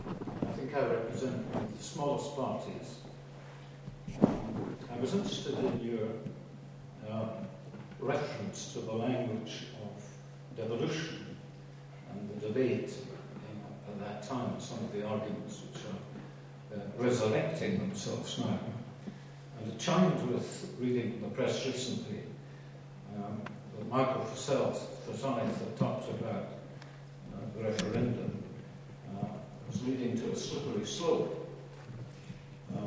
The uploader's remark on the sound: Q&A session following her speech at the Academy of Government of the Edinburgh University